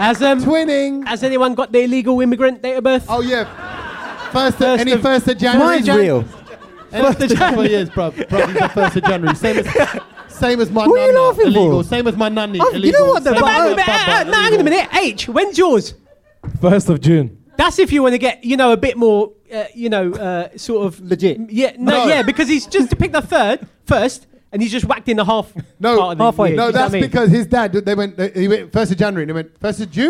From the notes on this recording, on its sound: London Podcast Festival 2023. This one was recorded infront of a live audience in Kings Cross, London! What a great crowd! We absolutely love doing the podcast with all the noise and rabble from our Brownloaders!